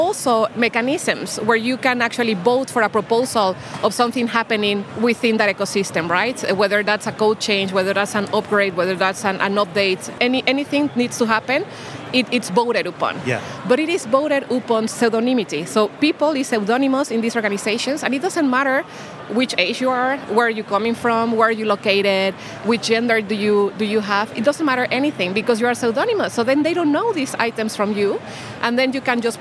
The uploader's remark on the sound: Recorded in partnership with Banking Circle Group at Money20/20 Europe, that took place in Amsterdam. We recorded a series of interviews on the Banking Circle booth with a number of the speakers from the conference.